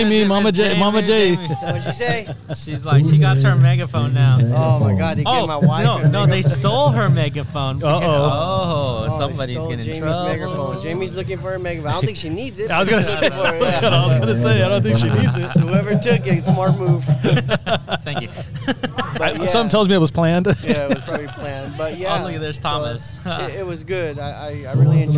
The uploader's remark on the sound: go live at white cane day 2022